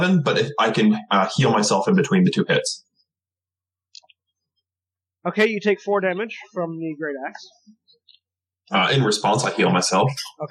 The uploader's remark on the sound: We apologize for the poor audio quality.